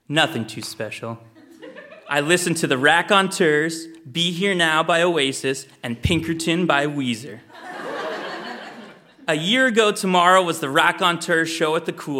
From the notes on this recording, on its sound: Recorded live at Charlotte Street Arts Centre in Fredericton.